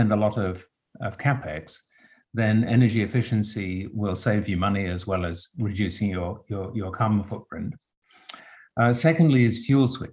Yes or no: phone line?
no